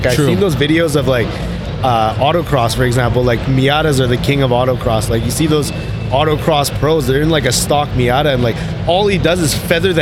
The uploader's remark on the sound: Driven Show Live. Live at the Driven Show Calgary.